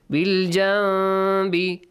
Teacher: Instead of the noon, you pronounce a meme sound, but a hidden meme sound, not a full meme sound. · Term: إِقْلَاب